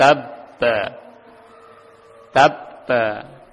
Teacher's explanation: karena dia diidghamkan kepada huruf yang kedua maka kolkolahnya hilang. Kolkolahnya hilang, langsung dimasukkan pada huruf yang kedua, tabba.